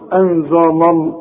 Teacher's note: اللام هنا مرققه، اللام بتاعت لفظ الجلاله هي المفخمه